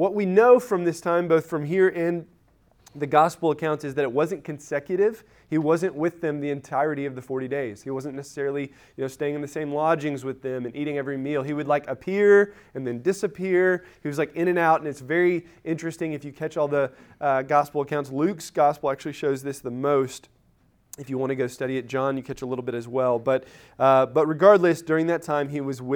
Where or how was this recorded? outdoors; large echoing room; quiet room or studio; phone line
large echoing room